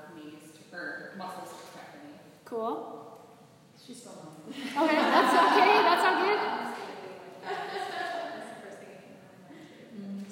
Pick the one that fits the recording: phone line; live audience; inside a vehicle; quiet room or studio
live audience